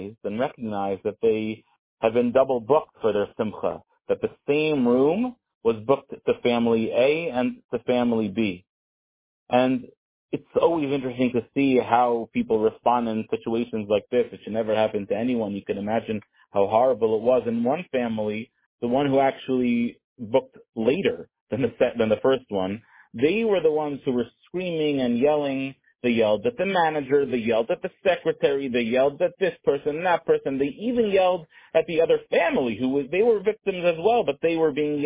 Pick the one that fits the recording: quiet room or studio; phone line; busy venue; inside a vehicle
phone line